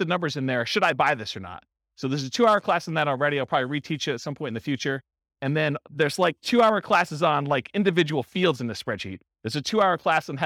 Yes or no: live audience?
yes